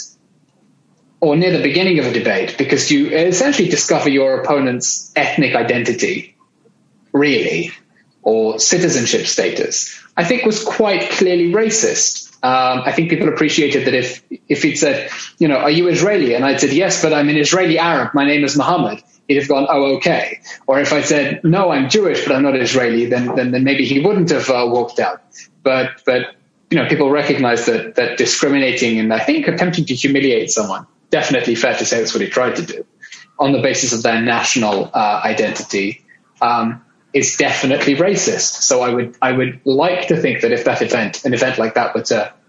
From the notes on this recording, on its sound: international Zoom session